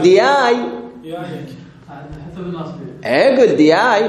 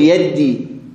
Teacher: بعضهم يجعلها ياء، شي يجعلها ياء خالصة، وهم عرب الجزيرة الخليج أهل البصرة